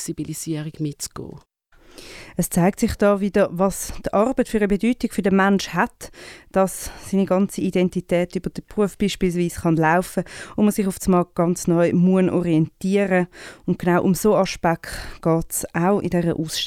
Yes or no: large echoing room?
no